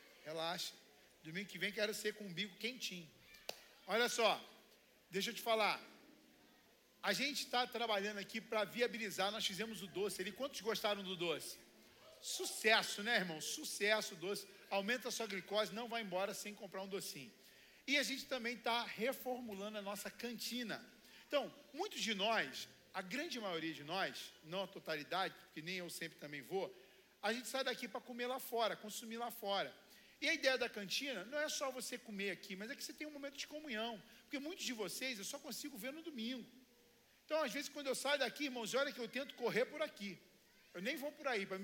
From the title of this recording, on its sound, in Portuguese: CULTO DE DOMINGO